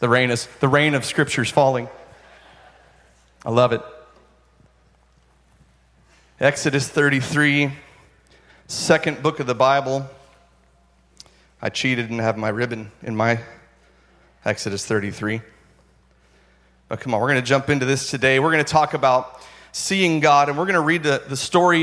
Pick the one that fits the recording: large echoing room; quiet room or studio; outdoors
large echoing room